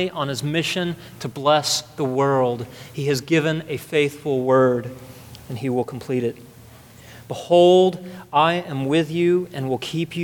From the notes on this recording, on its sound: at the second service of Redemption Hill Church